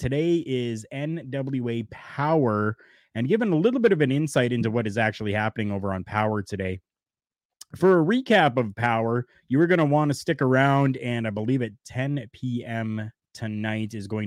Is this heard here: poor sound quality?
no